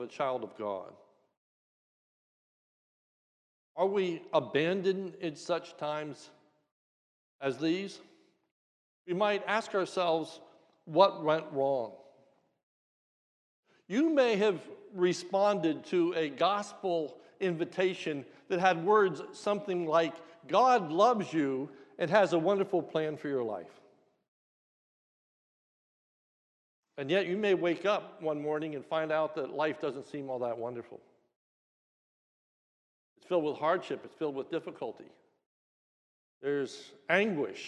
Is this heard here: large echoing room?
yes